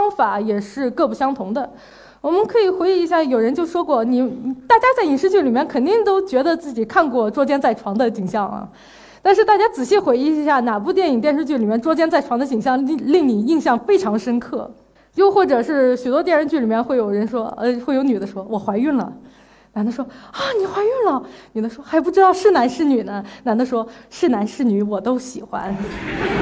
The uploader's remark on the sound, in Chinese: 一席现场